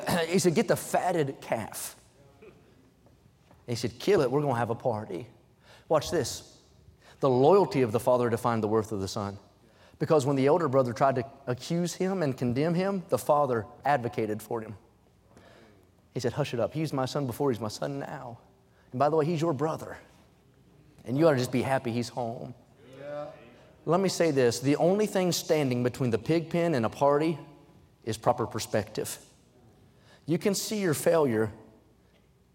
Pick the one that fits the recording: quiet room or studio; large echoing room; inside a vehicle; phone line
large echoing room